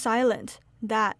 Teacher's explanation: The T at the end of the word that becomes silent